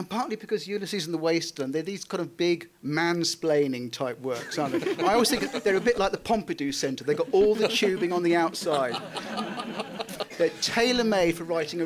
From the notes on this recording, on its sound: In a special live edition of Backlisted, recorded in front of an audience at Blackwell's Bookshop in Oxford